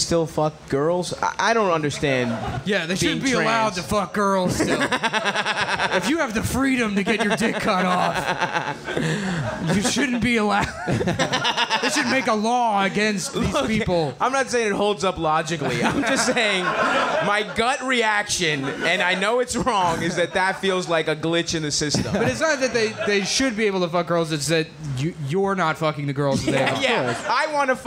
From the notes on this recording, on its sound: Live at Skankfest Live Show